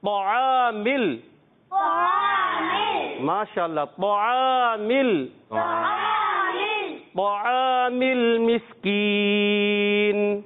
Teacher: بہت زیادہ موٹا، اور اس کے بعد فوراً عین آ جاتا ہے اور الف آ جاتا ہے. اب عین اور الف جو ہے اس کو ہم باریک رکھیں گے